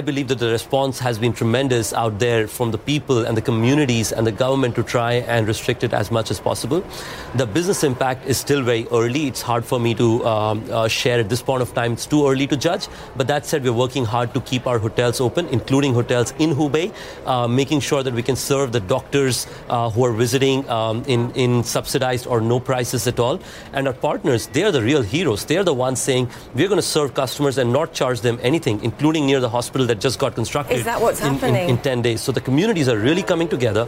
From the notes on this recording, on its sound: live from the New York Stock Exchange